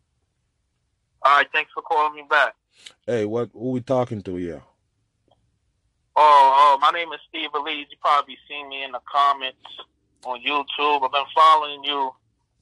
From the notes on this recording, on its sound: FIRST CALL IN EPISODE